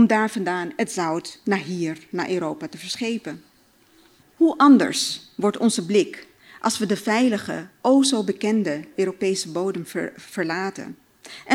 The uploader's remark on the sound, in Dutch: Vertelde op het Betweter Festival.